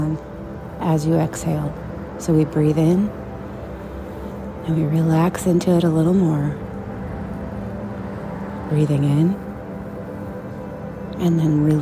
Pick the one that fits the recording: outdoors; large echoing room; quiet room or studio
outdoors